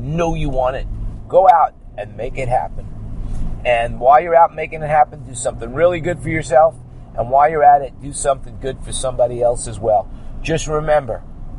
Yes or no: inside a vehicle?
yes